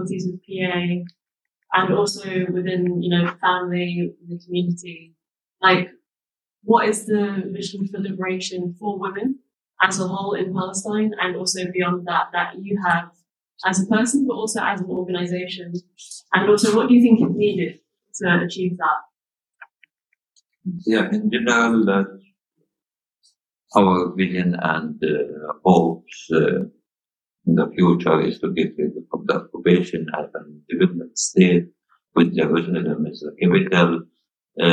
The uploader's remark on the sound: We also apologise for some of the sound quality during the interview, which is not great for a few different reasons.